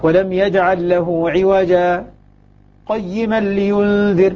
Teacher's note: أن يسكت سكتة لطيفة خير، تظنه يريد أن ينصرف عن القراءة ثم يعود، لكن كل ذلك دون تنفس، يعني هي دون الوقف، دون الوقف وفوق السكت، وفوق الإظهار، الإظهار المطلق.